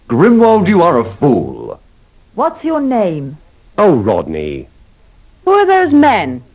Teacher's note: They have all got falling tunes.